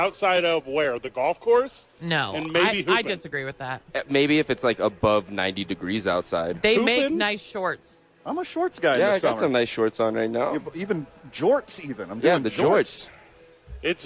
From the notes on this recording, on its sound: live from Isotopes Park!